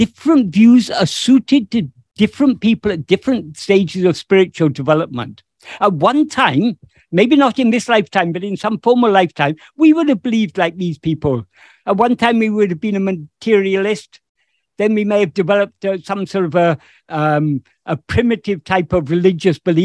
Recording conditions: video call